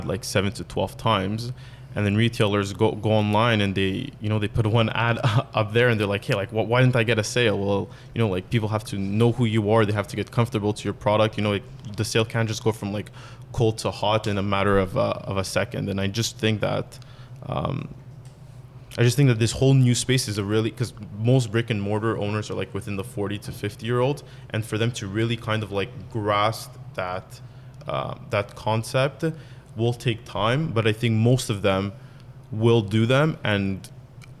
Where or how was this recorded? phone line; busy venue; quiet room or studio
busy venue